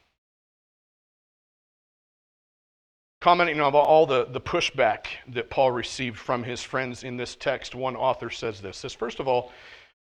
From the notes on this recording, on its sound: at The Well, an SBC and Converge Heartland Church in Hastings, NE.